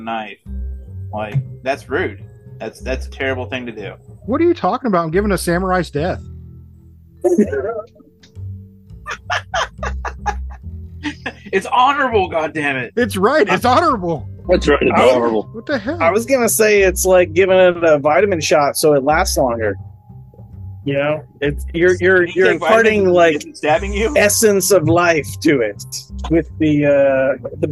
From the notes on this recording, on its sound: Please forgive the sound issues, we are working them out.